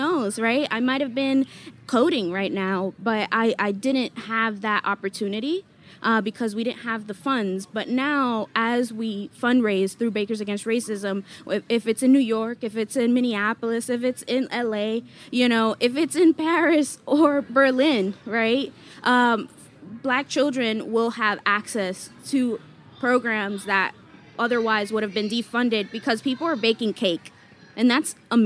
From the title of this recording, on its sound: at Charleston Wine + Food 2022